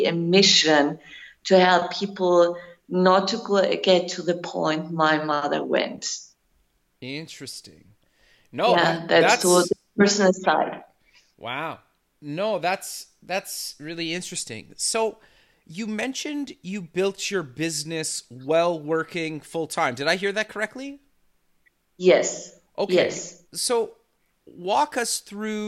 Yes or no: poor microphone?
no